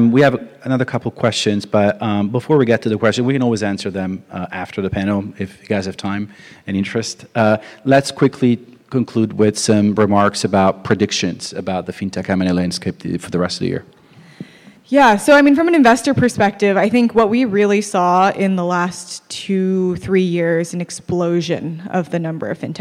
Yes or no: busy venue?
yes